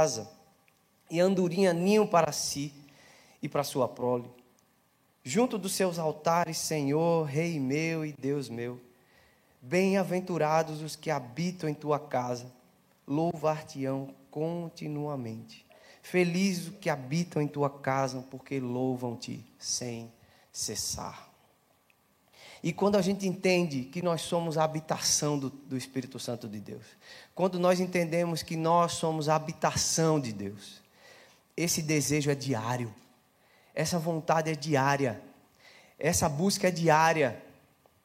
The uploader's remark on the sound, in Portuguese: Celebração ao vivo